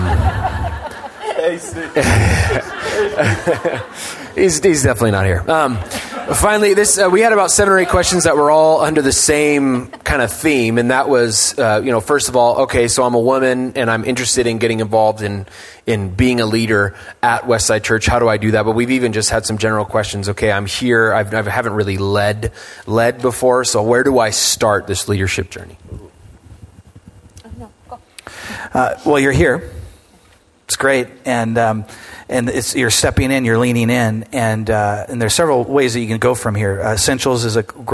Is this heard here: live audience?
yes